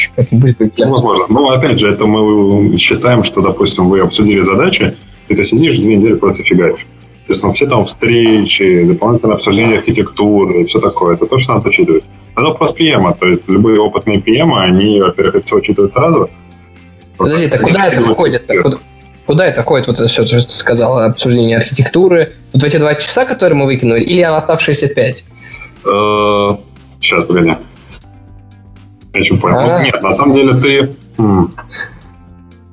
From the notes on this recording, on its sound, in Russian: Формат новый, выпуск - пилотный, так что звук слегка потрачен, извиняйте :)